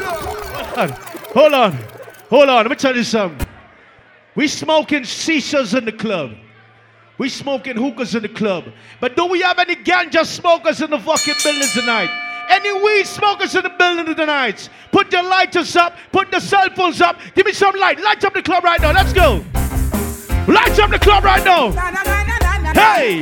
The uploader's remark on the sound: Live in Zimbabwe 2023